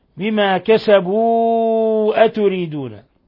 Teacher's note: مد منفصل لانفصال الهمزة عن حرف المد في كلمة أخرى، مد من 4 إلى 5 حركات